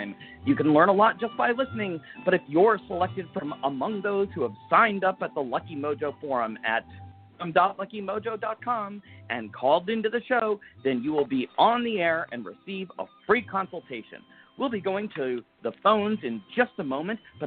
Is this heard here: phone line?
yes